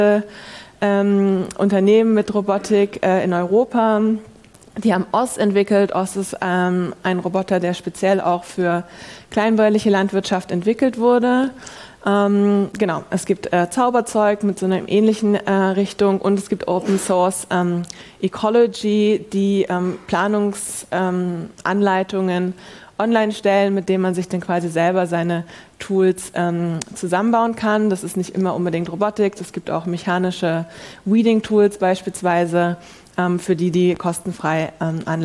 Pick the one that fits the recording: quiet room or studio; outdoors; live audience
live audience